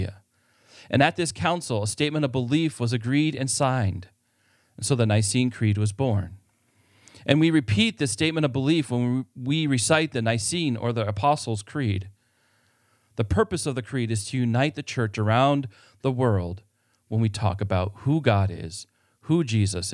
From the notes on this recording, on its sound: This sermon was preached at Faith Lutheran Church in Gardner, MA.